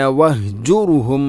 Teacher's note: വഹ് കെട്ടുള്ള ഹ തൊണ്ടയുടെ ഏറ്റവും അടിഭാഗം